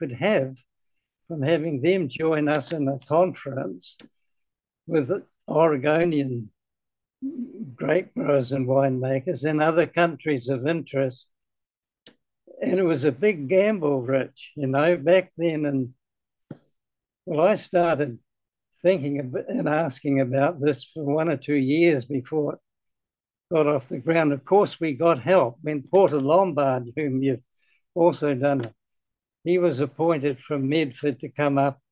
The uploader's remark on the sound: This interview was conducted